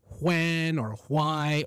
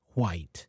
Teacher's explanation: But again, I have to be careful here because in some varieties of American English, like for example in Southern dialects, like in Alabama, Georgia, Louisiana, and some other parts of the Appalachian Mountains, that WH is usually aspirated. So they pronounce the letter H. They would say when or why, or the color, they would say white.